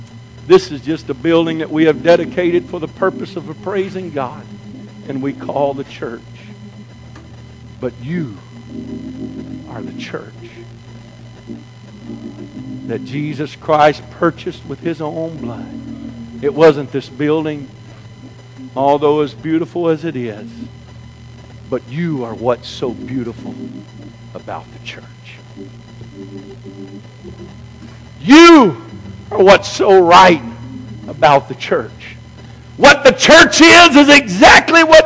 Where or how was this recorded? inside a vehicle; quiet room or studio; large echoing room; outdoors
large echoing room